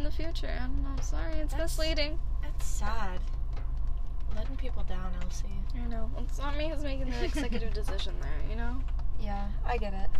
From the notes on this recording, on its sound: Excuse the rain sounds for this episode since we had to record in my car.